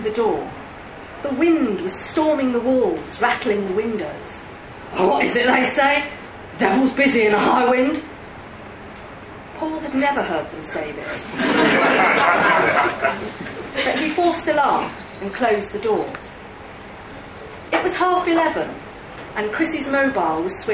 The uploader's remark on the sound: read live at the liars league